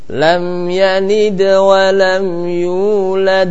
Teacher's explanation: Yang terakhir itu yulad qalqalah kubra. Nah, tentunya lebih tertekan. Qalqalahnya lebih mantap daripada qalqalah sughra.